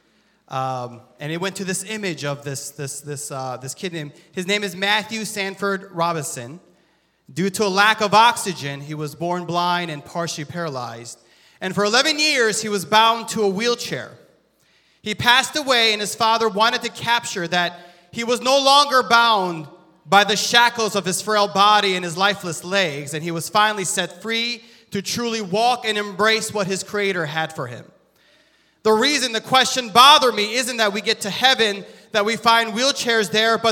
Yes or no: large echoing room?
yes